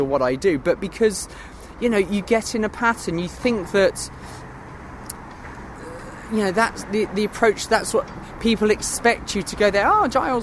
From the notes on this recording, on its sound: I’m on location, in my hammock